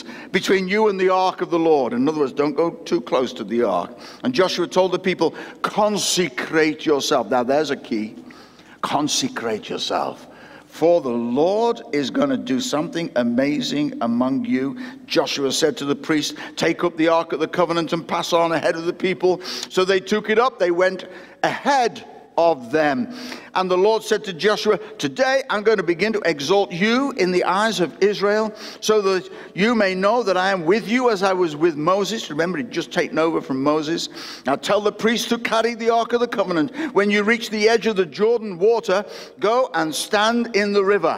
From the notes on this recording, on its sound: recorded at Destiny Christian Church, Wakefield, UK WF1 4AF on the 25th July 2021.